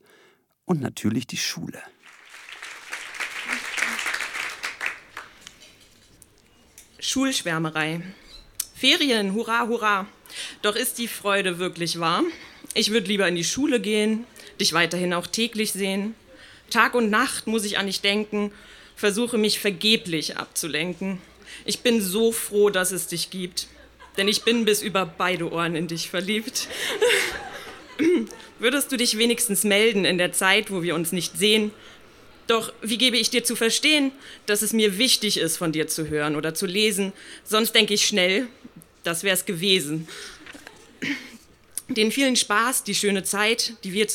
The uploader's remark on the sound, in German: Auswahl der Beiträge von der „texte von gestern“-Liveshow. Im frannz Biergarten, Berlin. Heißen Dank an den frannz Biergarten, unser tolles Publikum.